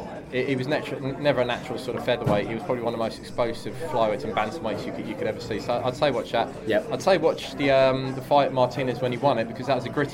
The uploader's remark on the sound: Live from Peacock's Gym. We went down to Peacock's Gym immediately after Inoue v Donaire.